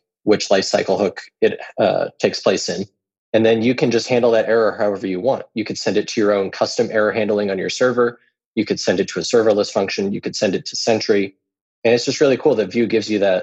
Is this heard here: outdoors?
no